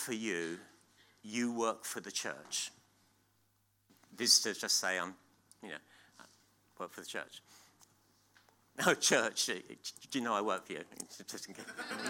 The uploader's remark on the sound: at King's Church, Cockermouth